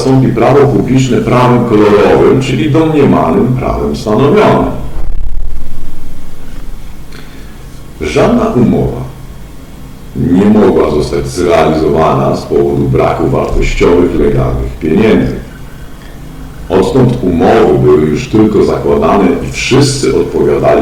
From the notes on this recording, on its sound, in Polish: Wybaczcie proszę jakość dźwięku.